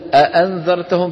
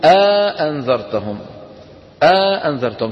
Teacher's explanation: دخلوا بين الهمزتين ألف · Shown in: second take · Term: مد الحجز